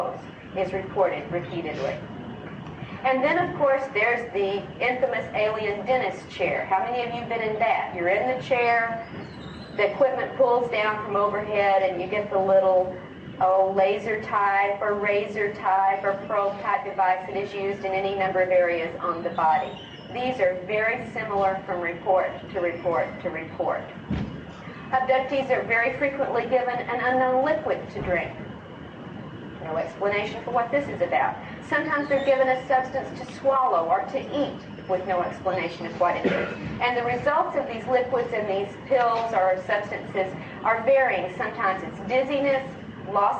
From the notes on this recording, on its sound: Sorry for the poor audio quality.